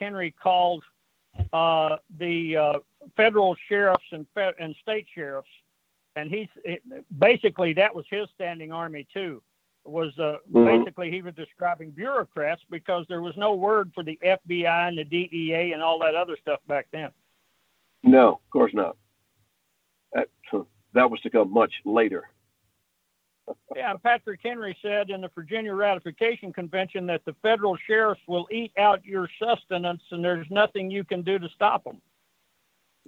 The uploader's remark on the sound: joins the call and after some technical issues are solved